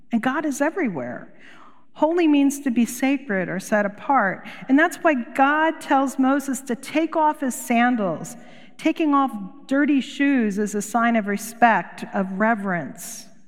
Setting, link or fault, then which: setting, large echoing room